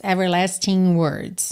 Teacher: a junção de everlasting e words ficou com aquele som nha, nha, como NH em português